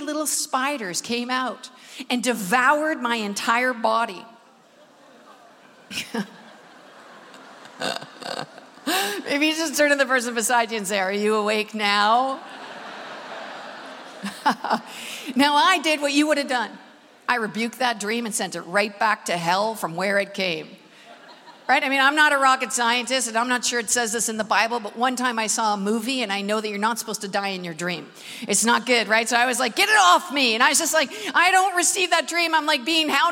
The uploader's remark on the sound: Recorded at the Manchester Apollo